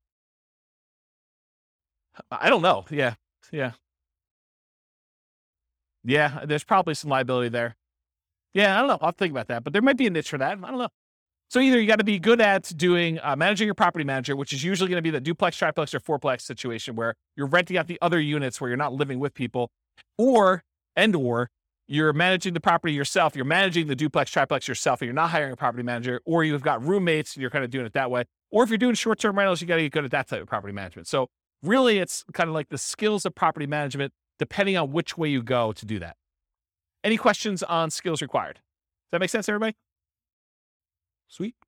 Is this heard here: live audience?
yes